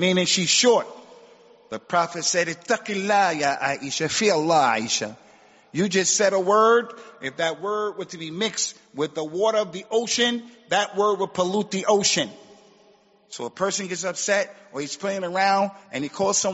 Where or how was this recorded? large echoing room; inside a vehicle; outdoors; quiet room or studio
large echoing room